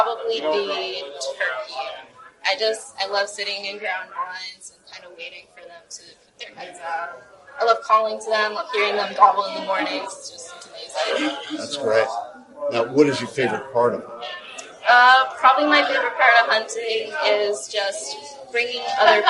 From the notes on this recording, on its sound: Sorry about the audio